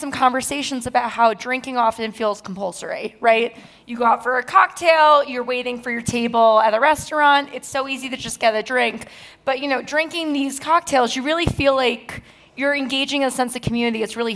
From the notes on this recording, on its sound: An expert panel from Aspen Ideas: Health breaks down sober curiosity for an audience at the festival.